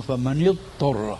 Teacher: فكأنهم أدغموا الضاد بالطاء، بينما الضاد حرف رخو والطاء حرف استعلاء، فأدغموا الضاد الرخوة بالطاء.